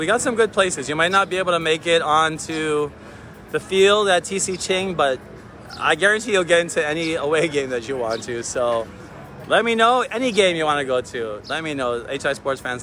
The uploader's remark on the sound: Live from Waikiki!